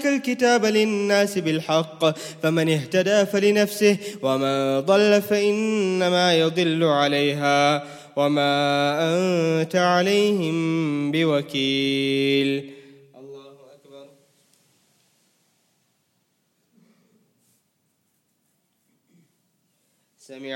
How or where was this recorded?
large echoing room